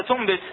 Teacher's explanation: يصير عندنا نون ساكنة جاء بعدها حرف الباء اللي هو من حروف الإقلاب، صار عندنا إقلاب. هاي النون الساكنة اللي إجا بعدها حرف الباء إيش راح يصير؟ راح يصير ميم ساكنة مخفات بغنة